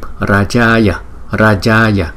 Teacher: Hai chữ A có dấu gạch ngang trên đầu, chúng ta đọc kéo dài hai nhịp. Chữ A cuối cùng chúng ta đọc một nhịp.